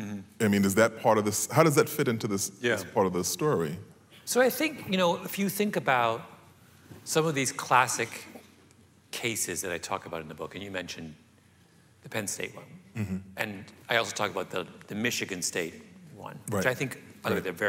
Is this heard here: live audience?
yes